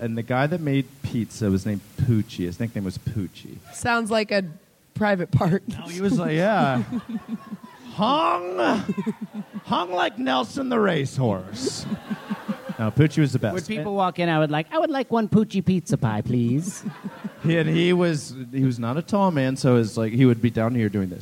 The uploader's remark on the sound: live from The Bell House in Brooklyn, NY